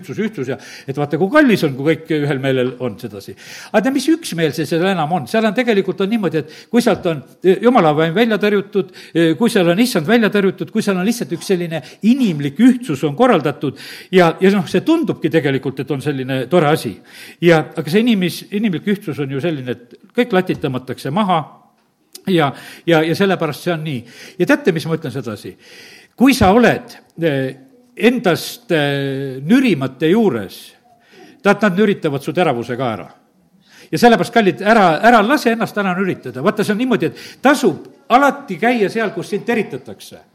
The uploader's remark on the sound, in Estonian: Audio salvestus koosolekult